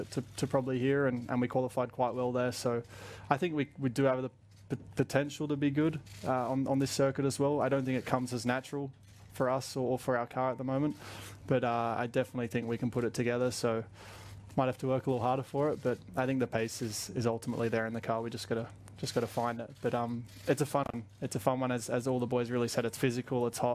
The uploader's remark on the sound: Singapore Thursday Driver's Press Conference